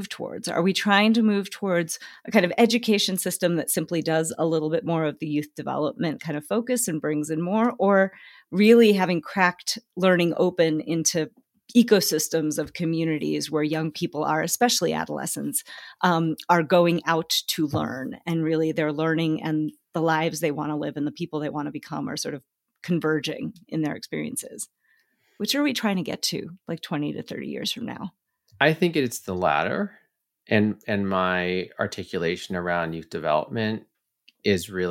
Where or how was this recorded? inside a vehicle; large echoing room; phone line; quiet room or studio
quiet room or studio